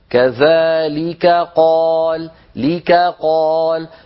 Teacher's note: والكاف والقاف مخرجهما قريب من بعضه فعلينا أن نبين الكاف مرققة والقاف مفخمة هكذا كذلك قال ليك قال فلا يخرج النطق كأنه كافان أو